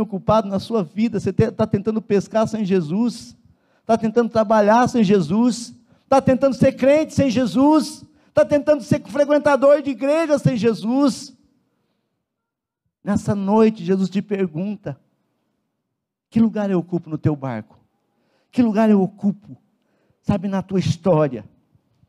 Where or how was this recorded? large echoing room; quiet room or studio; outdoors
large echoing room